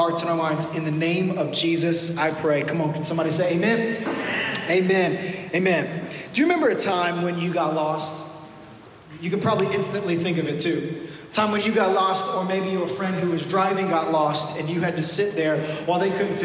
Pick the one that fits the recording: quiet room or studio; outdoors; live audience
live audience